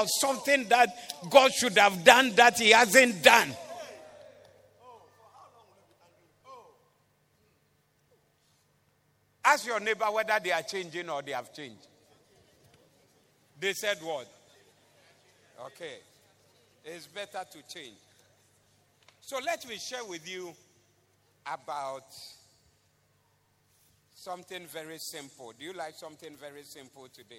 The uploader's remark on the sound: Preached at the Doxa Service